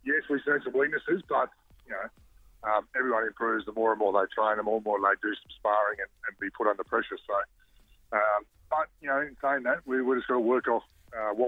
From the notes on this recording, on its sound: on the phone